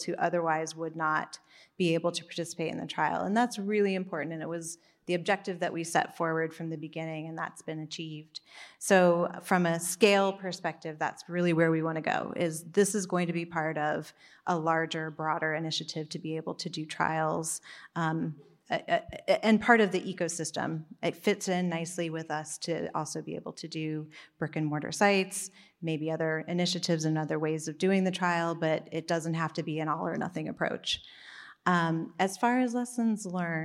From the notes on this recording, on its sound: In this session recorded at DPHARM 2022